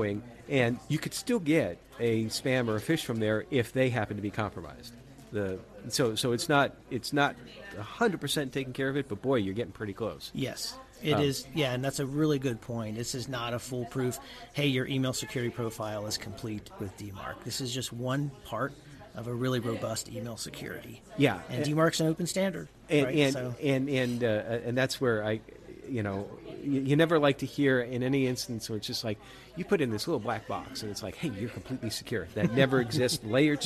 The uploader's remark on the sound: Recorded at RETR3AT Cyber Conference Montreat College September 23, 2022.